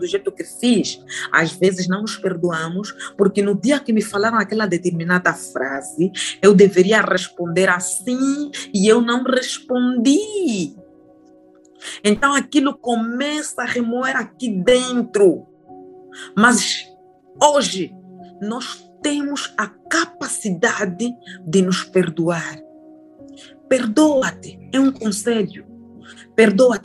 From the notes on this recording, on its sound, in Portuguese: GRAVADO VIA ZOOM